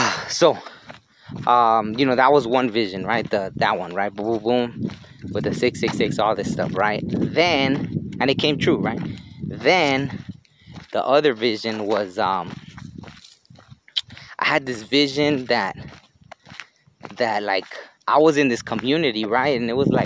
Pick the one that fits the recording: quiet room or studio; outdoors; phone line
outdoors